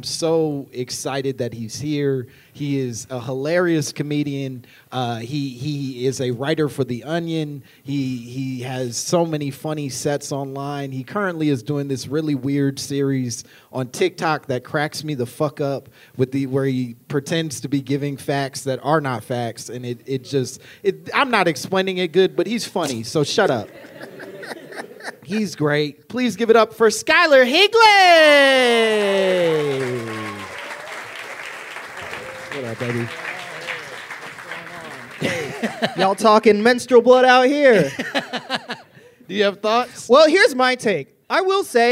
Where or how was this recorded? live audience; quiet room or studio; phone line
live audience